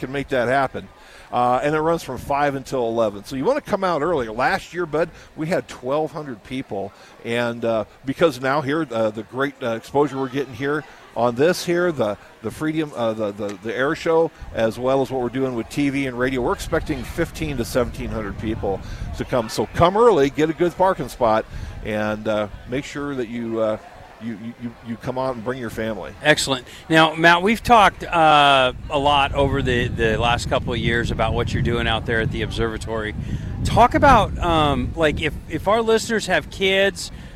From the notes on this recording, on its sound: LIVE from Lincoln Airshow